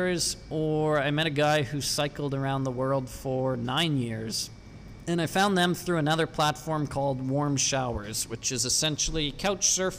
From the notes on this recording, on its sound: Live from a table in a busy coffee place in the center of Valencia